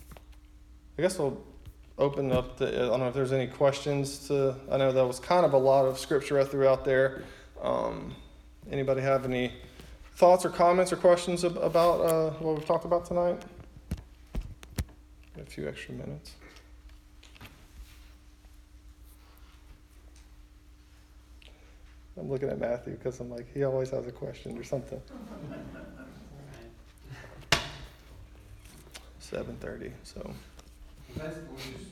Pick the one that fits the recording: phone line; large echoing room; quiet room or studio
large echoing room